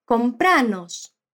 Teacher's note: ela diz compranos com ênfase na sílaba pra